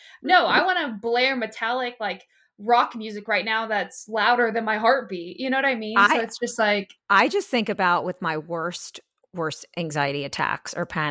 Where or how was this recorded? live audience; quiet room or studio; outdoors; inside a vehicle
quiet room or studio